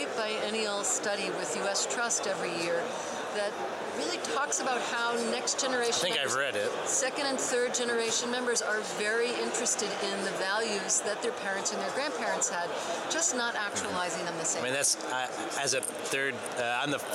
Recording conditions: busy venue